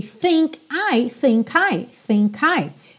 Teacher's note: Olha só, think termina em K. A próxima palavra é I, vogal. Naturalmente você vai ligar.